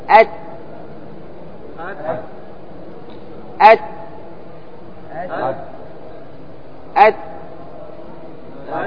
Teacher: لاحظ مع أنه شديد ينقطع الصوت إلا أنه يجري معه النفس · Term: الهمس